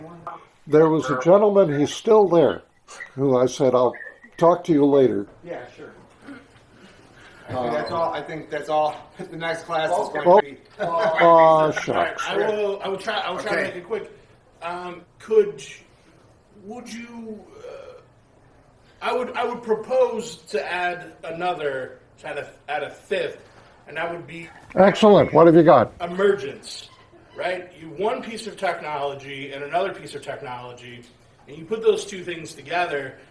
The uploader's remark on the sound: Recorded June 24th 2017, at the 18th annual conference of the Media Ecology Association, held at St. Mary's College at Moraga, California.